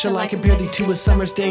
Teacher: Unstressed, stress, 5 times slow iambic.